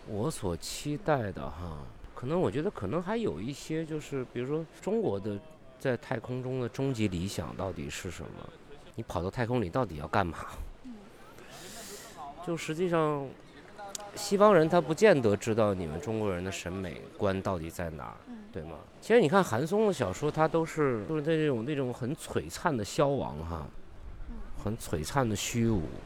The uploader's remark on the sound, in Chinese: 来自天河核心舱 发射现场的特别节目。中国空间站发射现场实录。